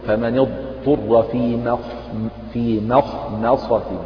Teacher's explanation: فتجعل الميم إيه مرققة، والخاء والصاد اجعلهما مفخمتين